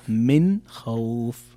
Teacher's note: الحكم إظهار نون ساكنة أتى بعد حرف الخاء، والخاء من حروف الإظهار، فتقرأ من خوف مثل ما قرأت الآن.